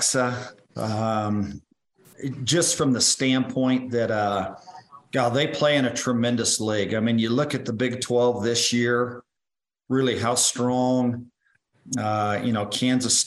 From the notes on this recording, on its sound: Zoom Call 12-12-2022